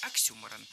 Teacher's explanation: Ударение в этом слове нужно ставить на второй слог.